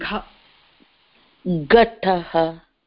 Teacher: and the ग इज aspirated it's not gatah it's ghatah ghatah no the ga is aspirated you're saying ga I'm saying gha